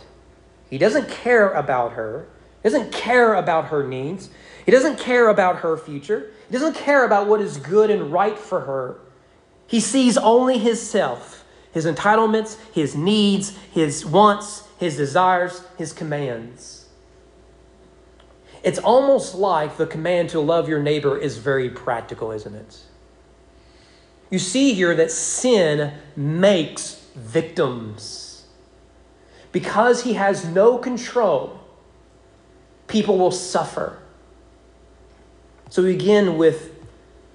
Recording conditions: large echoing room